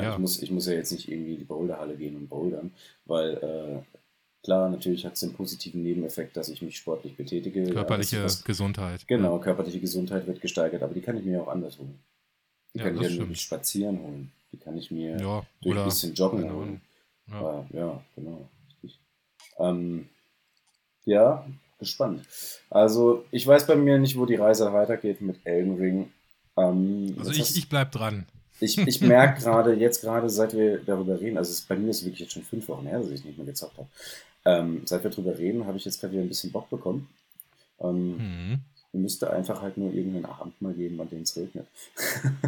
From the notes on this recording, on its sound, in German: Das falsche Mikro ausgewählt. Viel Spaß mit der sagenhaften Qualität des Apfel-Mic's.